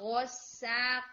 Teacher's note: व गुस्सा को यहाँ पर आपका गैन और हैवी होगा